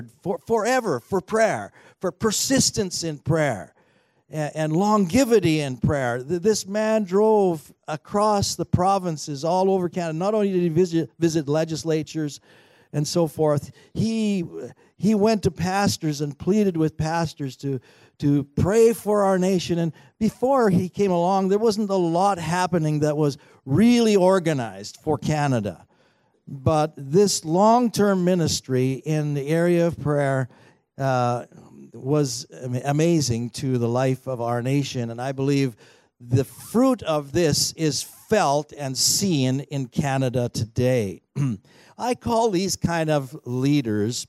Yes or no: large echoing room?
yes